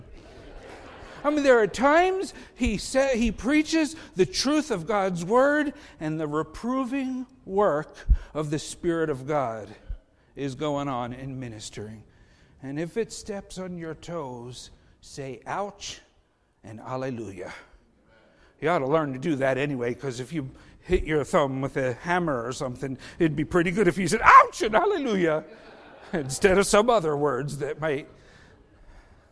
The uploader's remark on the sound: Faith Baptist Church in Hamilton, NJ.